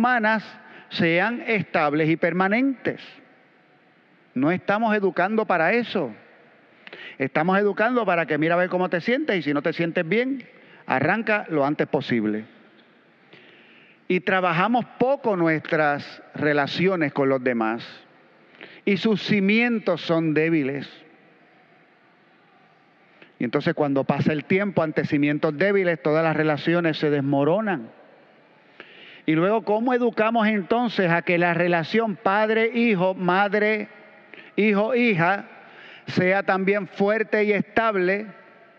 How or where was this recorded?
large echoing room